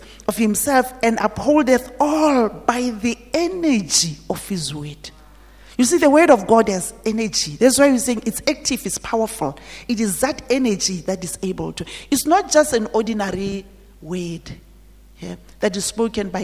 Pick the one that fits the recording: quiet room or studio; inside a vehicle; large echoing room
large echoing room